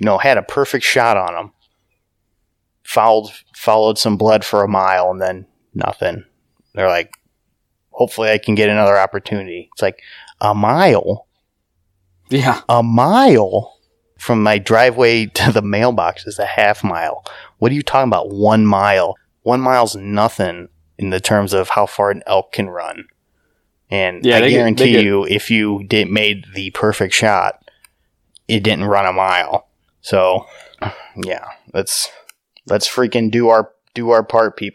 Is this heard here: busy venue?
no